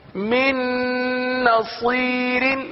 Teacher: من کا جو نون ہے وہ دوسری نون میں مل جائے گا مدغم ہو جائے گا · Term: ادغام